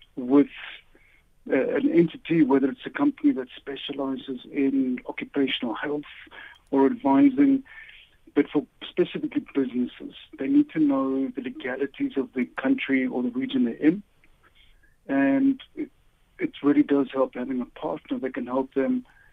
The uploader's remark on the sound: Guest on the line